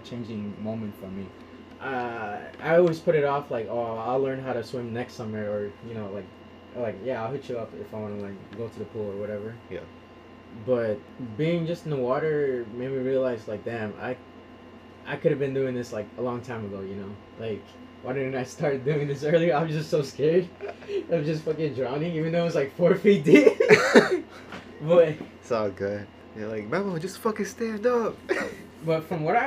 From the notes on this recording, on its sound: I also apologize if the audio is hard to listen to, first time using two mics and I was not sure what I was really doing.